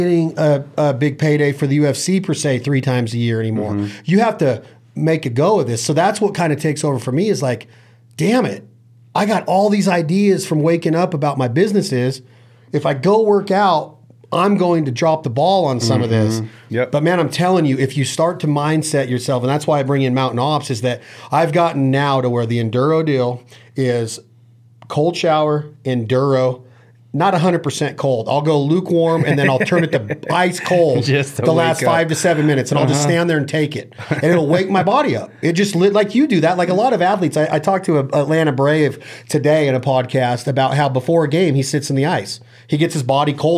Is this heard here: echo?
no